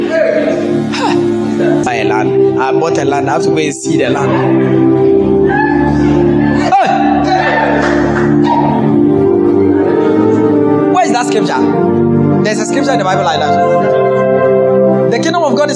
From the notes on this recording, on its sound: This message was preached at Family Meeting 2022.